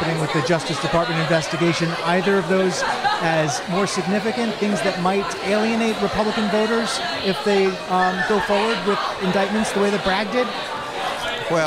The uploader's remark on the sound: Live from The White House Correspondents’ Dinner. At the CBS News-POLITICO pre-reception. This originally aired live on SiriusXM.